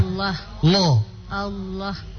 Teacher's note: Terus tebal. Terus tebal lamnya. Kesini pangkal lidah. Allah. Lo.